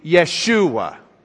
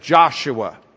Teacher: the Hebrews didn't pronounce the J. It was a yuh sound to them. · Shown in: first take · So it'd be Yeshua instead of Joshua.